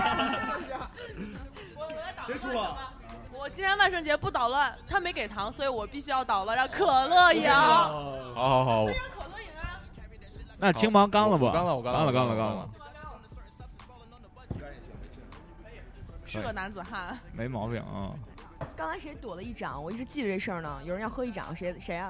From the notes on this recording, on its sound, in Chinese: 感谢牛啤堂NBeerPub提供录音场地和酒水支持